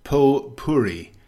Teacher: The T is often silent. The common British pronunciation is potpourri, with a silent T, and the stress on the second syllable.